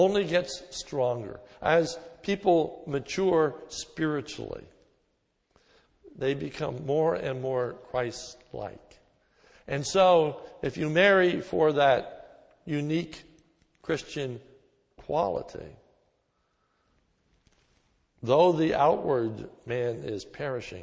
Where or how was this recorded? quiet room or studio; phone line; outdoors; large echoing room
large echoing room